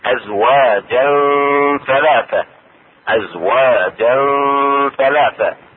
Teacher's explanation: اخفاء التنوين عند التاء مع اخراج الغنة، والغنة حركتين